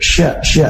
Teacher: salah satu sifat khasnya adalah tafasyi, yaitu tersebar udara ketika mengucapkan huruf syin